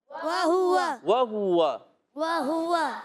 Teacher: اچھا، ہا پر پیش بھی ہے. اب دیکھیں، ہونٹ مسلسل گول رہیں گے